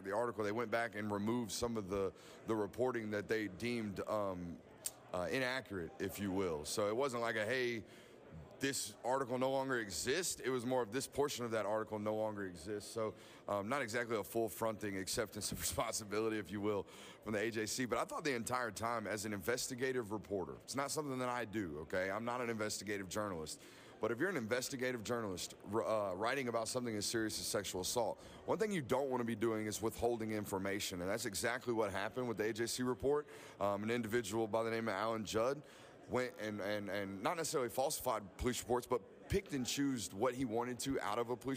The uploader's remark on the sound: Live at SEC Media Days. The Nashville SEC Media Day Three!